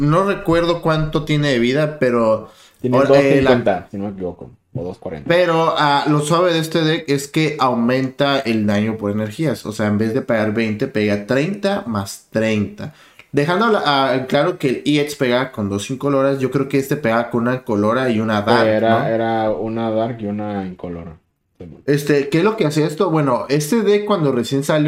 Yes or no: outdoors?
no